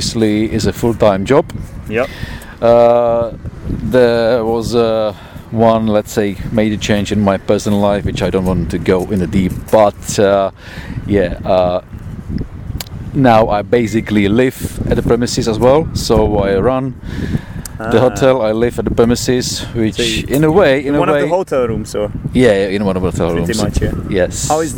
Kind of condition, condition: setting, outdoors